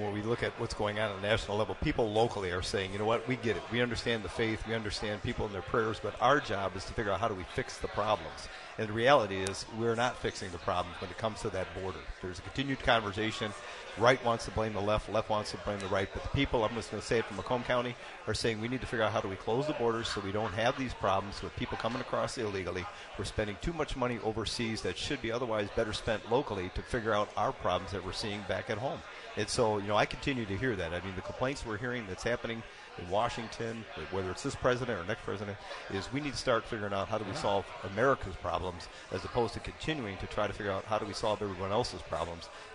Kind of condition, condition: setting, busy venue